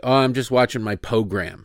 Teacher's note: She always dropped the R.